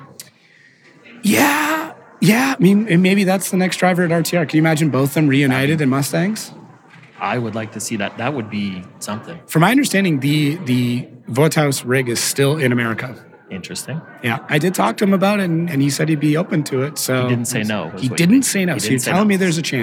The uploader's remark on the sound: chat live at PRI